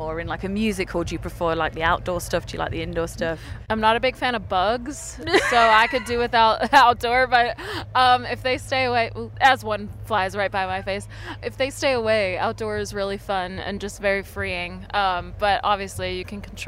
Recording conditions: busy venue